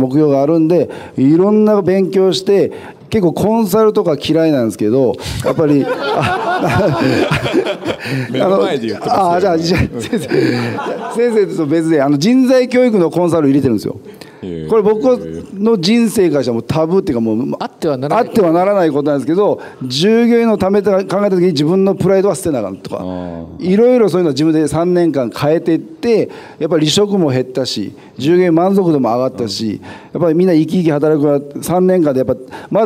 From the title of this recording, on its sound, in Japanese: 大阪公開収録